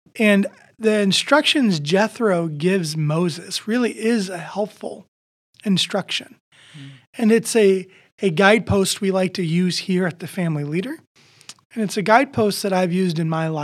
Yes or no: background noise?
no